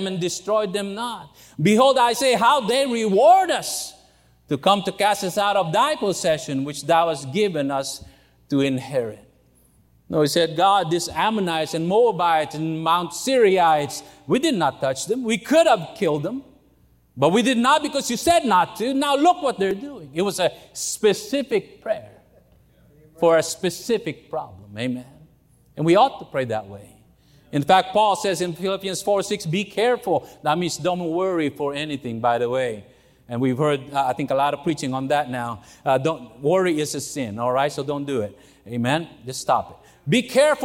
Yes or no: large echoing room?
yes